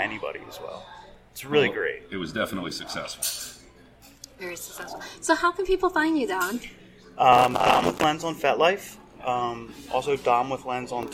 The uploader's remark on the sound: Brought together over 400 rope enthusiasts & instructors from all over the world. This gathering of legendary riggers made Orlando the temporary center of the roping world and we were able to conduct 6 interview from the convention floor.